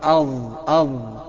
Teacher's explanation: دول بيخرجوا من طرف اللسان بس مع احتكاك ضعيف جدا بأطراف الأسنان العليا